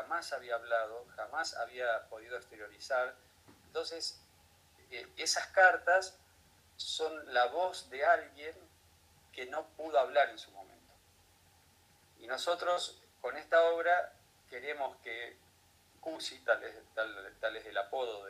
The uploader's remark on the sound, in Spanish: Tuvimos algunos problemas técnicos y no podemos subir el programa completo, pero queríamos compartirles dos audios que nos quedaron grabados de este programa.